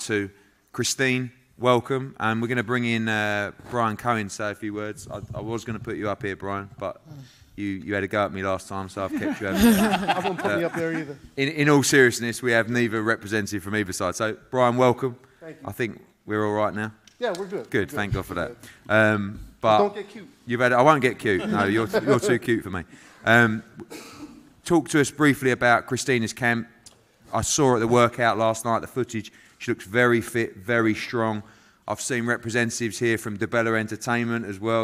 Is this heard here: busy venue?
yes